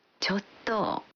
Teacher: al pronunciarla prolongando el sonido final y bajando el tono, chotto, transmite el matiz de que nos cuesta decir algo.